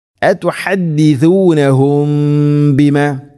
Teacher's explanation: അതുഹദ്ദിസൂനഹും ബിമ, സാകിന മീമിന് ശേഷം ബ വന്നാൽ ഇഖ്ഫാ ശഫവി, അങ്ങനെ ഗുന്ന ചെയ്യണം, അവ്യക്തമാക്കി മണിക്കുന്ന ഗുന്ന.